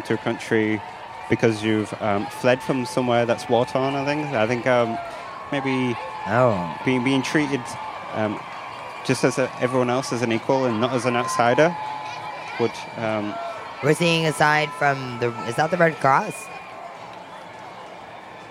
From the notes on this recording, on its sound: live coverage of the Leeds Pride Event